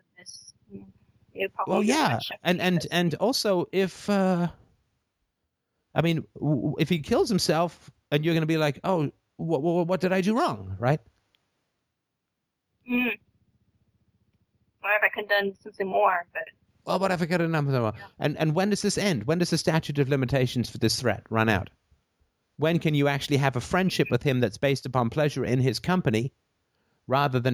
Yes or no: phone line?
yes